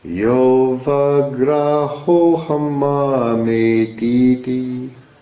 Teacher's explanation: Because the next word begins with the vowel, that last E becomes a Y.